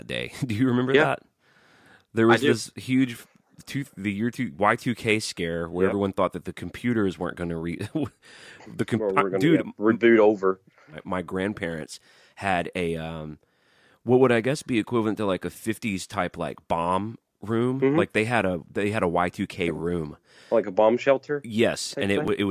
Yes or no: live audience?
no